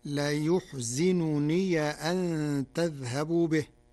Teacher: قرأ ورش كلمة لا يحزنني بضم الياء وكسر الزاي وفتح ياء الإضافة فتصير لا يحزنني أن تذهبوا به، من أحزن الرباعي.